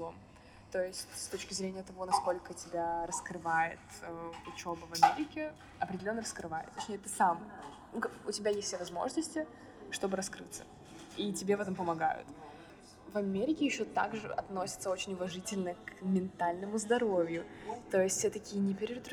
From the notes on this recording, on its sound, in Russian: В этом выпуске не очень хороший звук